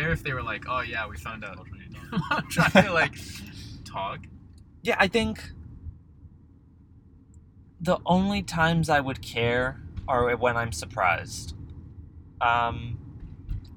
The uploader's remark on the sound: Recording a Podcast Episode but We're Driving Around and It's 100 Degrees Outside. We attempt to record an episode in the car.